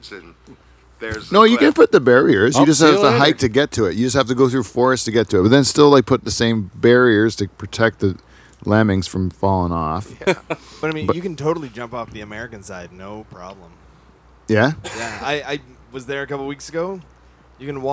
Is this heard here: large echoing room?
no